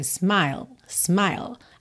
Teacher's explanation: A língua lá no céu da boca encerra o som da palavra